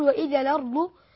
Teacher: ينقل الهمزة يقول وإذا الأرض الهمزة تأخذ حركتها الحرف الذي قبلها، فنقول وإذا الأرض يا أيها الإنسان إنك كادح إلى ربك كدحا فملاقيه. · Term: النقل